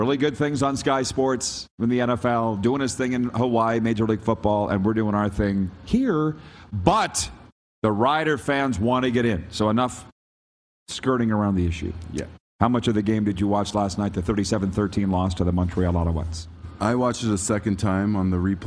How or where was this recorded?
busy venue